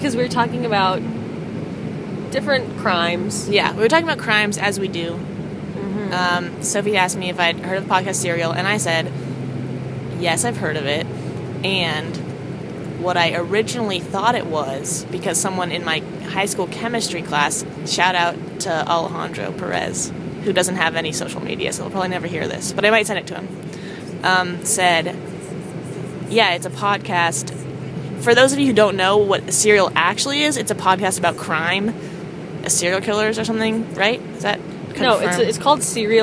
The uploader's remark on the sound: Recorded on the bus ride from Amsterdam to Paris.